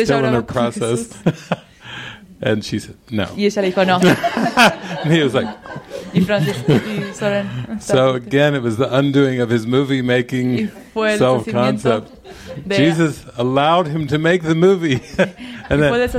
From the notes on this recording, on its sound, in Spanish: Esta es una grabación de una sesión de cine del retiro de La Luz en Ti con traducción al español. Recorded on the evening of January 22, 2020, in the Living Miracles Mexico Center in Chapala, Mexico.